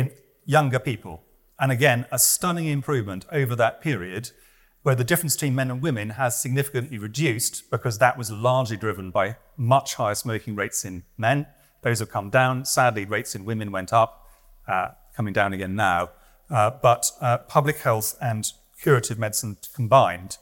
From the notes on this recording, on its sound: This lecture was recorded on Tuesday, 13 February 2024 at the Whitworth